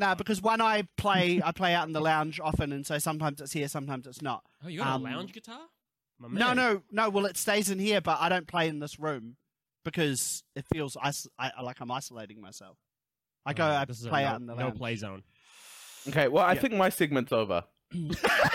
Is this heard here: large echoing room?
no